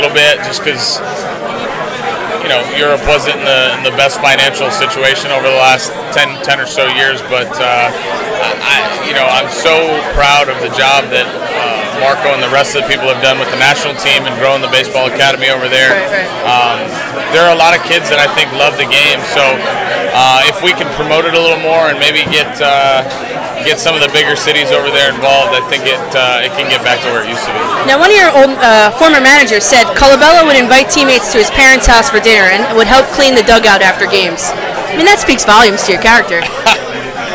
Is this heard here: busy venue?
yes